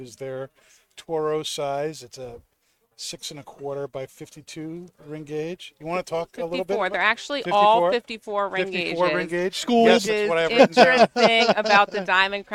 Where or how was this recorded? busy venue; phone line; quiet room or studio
busy venue